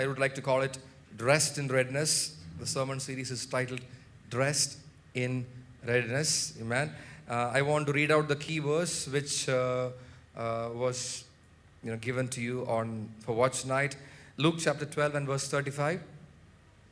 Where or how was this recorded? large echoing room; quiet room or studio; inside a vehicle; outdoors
large echoing room